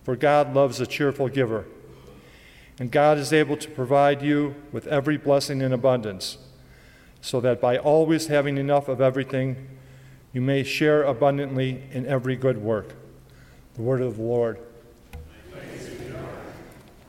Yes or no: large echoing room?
yes